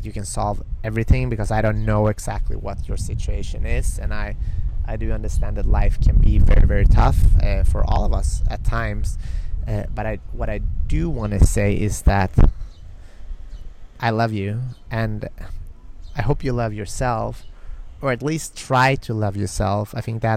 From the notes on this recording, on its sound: This week's episode is recorded live from a small square on a cobblestone street in the magical island of São Miguel in the Azores. There will be a couple of moments of wind in the recording, my apologies, it's the nature of the islands.